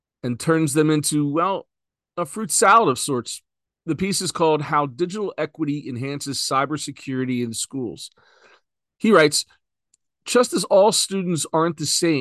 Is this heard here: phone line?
no